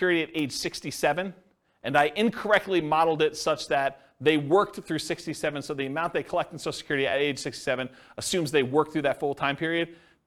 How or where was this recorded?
live audience